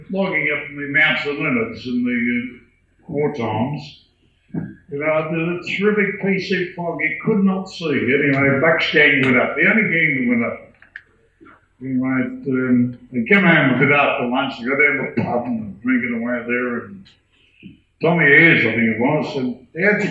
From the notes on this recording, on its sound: An original tape cassette recording from Healesville’s first Tall Tales in 1993. Interviewed six long time locals at the old Anglers Hall in Lalors Road. The old tape recordings were not the best quality.